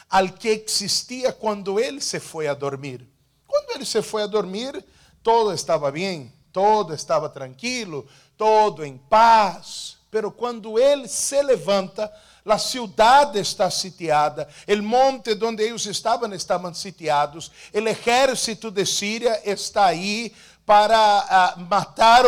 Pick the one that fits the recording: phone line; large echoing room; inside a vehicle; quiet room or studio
large echoing room